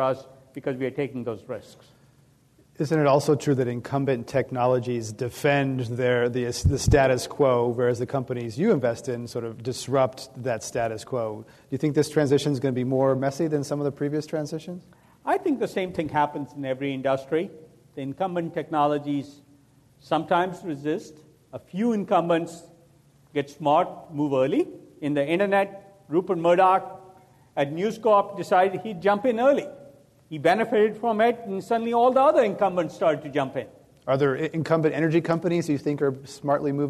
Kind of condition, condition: setting, live audience